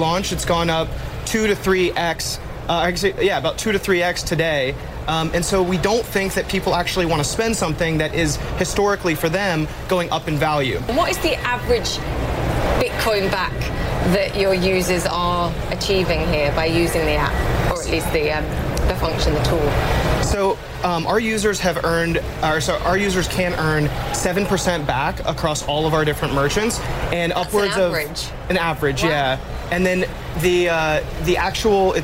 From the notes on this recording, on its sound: live from the New York Stock Exchange.